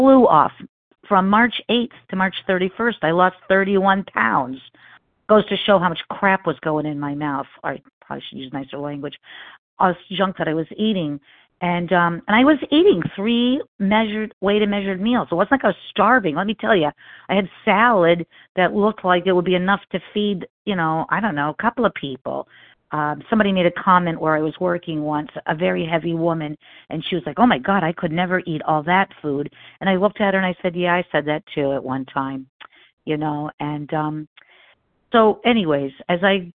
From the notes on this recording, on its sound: 100 Pounders Phone Meeting